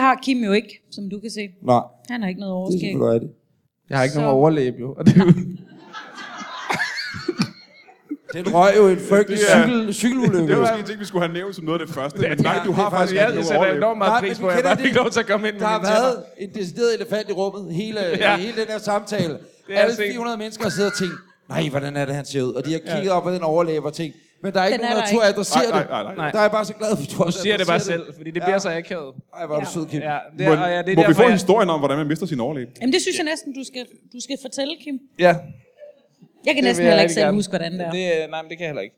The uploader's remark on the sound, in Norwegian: LIVE fra Comedy Zoo